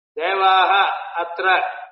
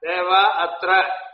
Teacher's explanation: Visarga will not be pronounced when the second word is pronounced together · Shown in: second take · That is Visarga Lopa there.